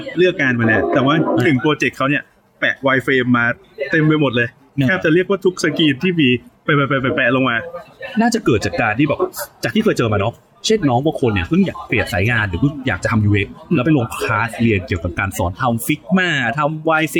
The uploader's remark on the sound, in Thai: Ep นี้ไปอัดกันนอกสถานที่ เสียงรบกวนอาจจะดังพอสมควรครับ ต้องขออภัยไว้ก่อนนะครับ